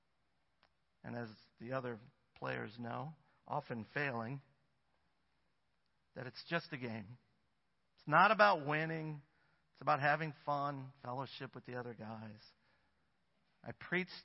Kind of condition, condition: setting, large echoing room